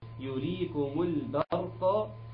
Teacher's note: الباء عندنا، جاء بعدها حرف مفخم، الحرف المفخم اللي هو الراء، الراء هتشدها لفوق